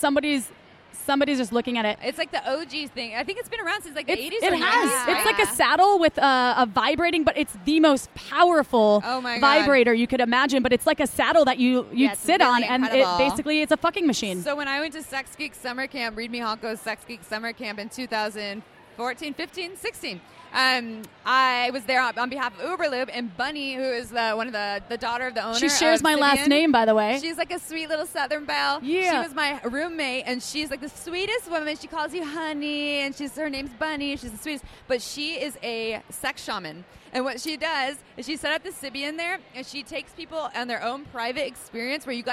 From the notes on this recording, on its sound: Recorded on stage during Brooklyn's Sex Expo. We apologize if it sounds like we were yelling; we were right next to the Sybian sex machine, so it was a bit loud.